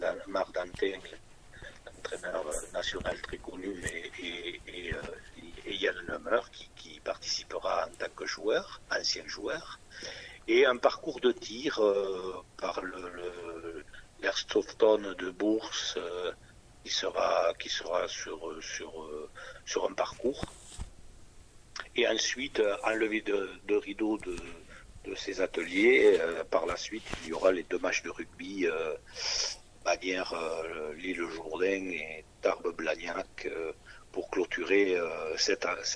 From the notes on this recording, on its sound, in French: Entretien téléphonique.